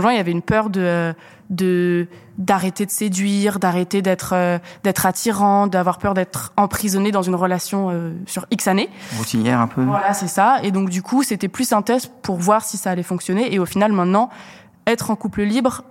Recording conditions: busy venue